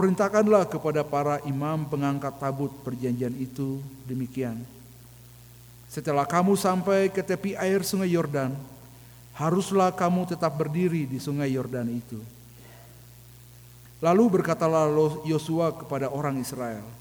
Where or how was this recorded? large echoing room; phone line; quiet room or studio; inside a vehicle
large echoing room